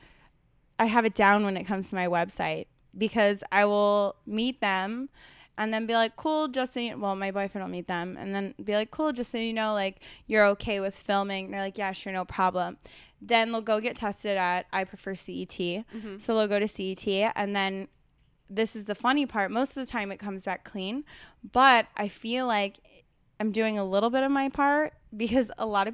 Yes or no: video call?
no